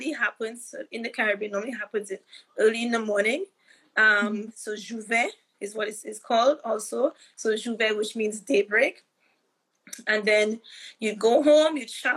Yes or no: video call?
yes